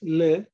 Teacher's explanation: L is when the tongue is pointing towards the teeth, but not touching the teeth. It is L.